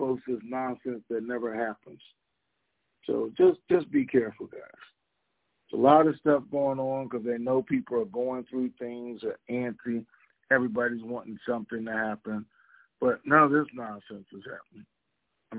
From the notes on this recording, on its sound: TNTSuperfantastic Conference Call